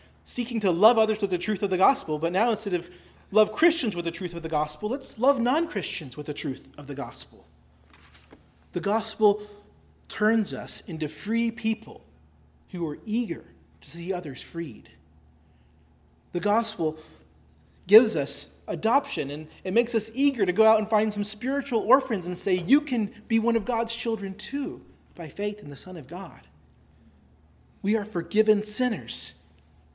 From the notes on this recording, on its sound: preached at Christ Our Savior Baptist Church on Sunday, September 3, 2023